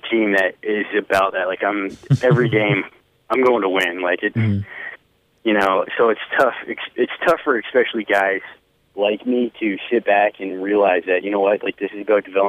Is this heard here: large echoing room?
no